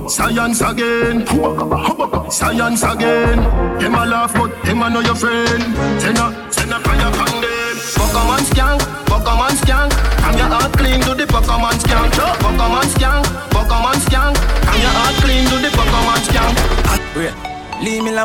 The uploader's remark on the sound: live at Island Saturdays on Dec 9th